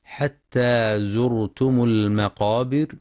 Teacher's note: وينتبه القارئ لإثبات المد الطبيعي في حتى ولتفخيم الراء في زرتم لسكونها بعد ضم مع إتمام ضم الميم وصلا لالتقاء الساكنين، كما يراعى تفخيم القاف المفتوحة في المقابر وترقيق الراء عند الوقف لسكونها بعد كسر